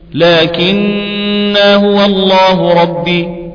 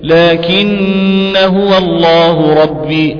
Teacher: نون مشدده ومفتوحه فقط طب والالف سقطت · Shown in: second take